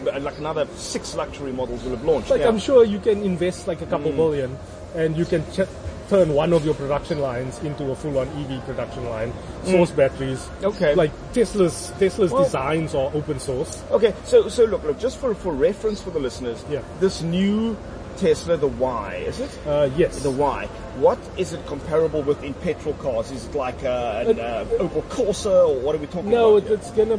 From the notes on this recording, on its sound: Recorded at Wimpy Canal Walk